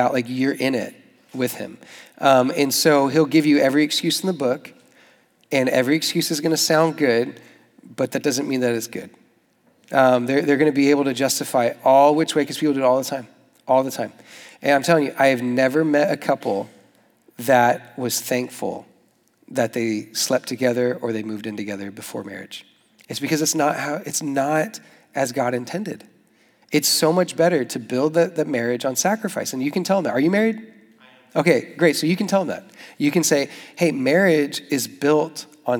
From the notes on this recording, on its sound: Young Adults Retreat: SFYA 24. South Florida Young Adults Conference 2024 workshop.